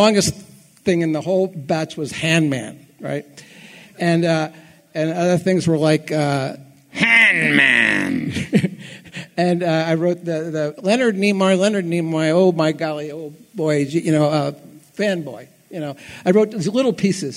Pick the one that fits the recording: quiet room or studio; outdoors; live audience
live audience